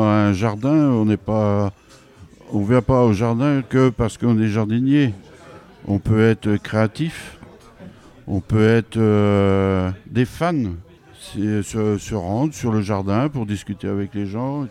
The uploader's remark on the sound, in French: Salut Coutances ! Enregistré en public au club.